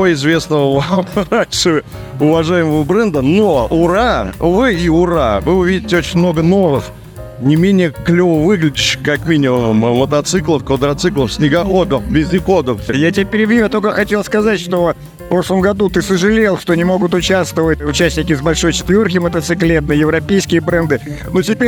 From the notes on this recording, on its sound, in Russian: Записано с 1 по 3 декабря на месте событий - Москва, Краснопресненская наб., 14, ЦВК «Экспоцентр». Выставка «Поехали 2023».